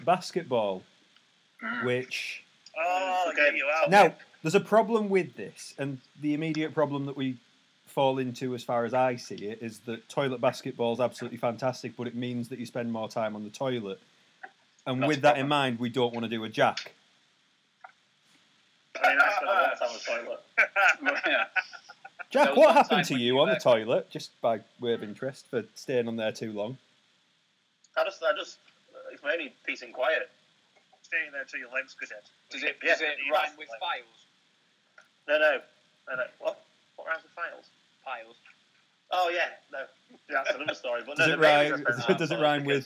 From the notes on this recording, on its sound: Because we're in quarantine we've had to do it over a phone link!